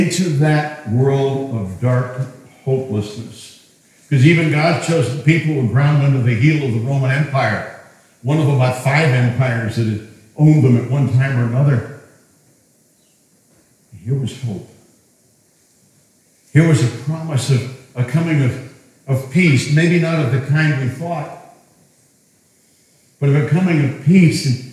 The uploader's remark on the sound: The audio is a bit different, as it was recorded in our historic meetinghouse.